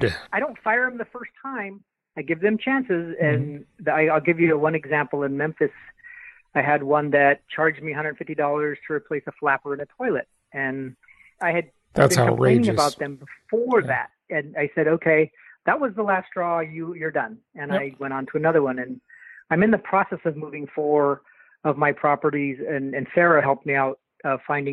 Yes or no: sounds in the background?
no